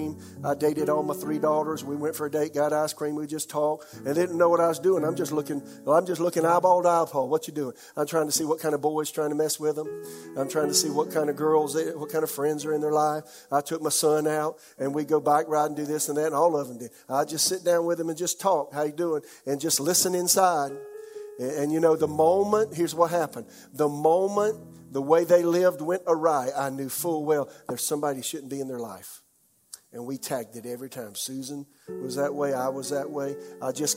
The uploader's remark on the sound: This message was delivered during the 11 AM service.